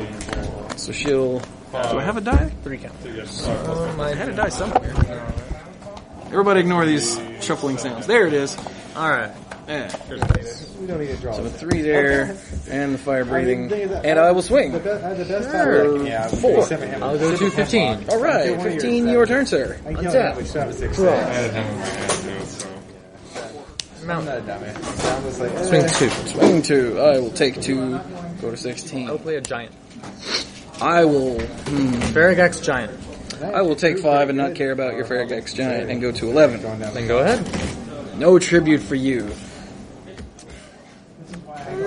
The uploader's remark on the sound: BotG Prerelease Field Recordings. Take the digital recorder to the Prerelease and record what’s going on while they’re there.